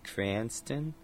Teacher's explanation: the consonant R, it gets kind of loose and almost takes on a V-like quality